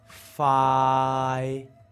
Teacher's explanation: That's a third tone. It's a mid-level tone.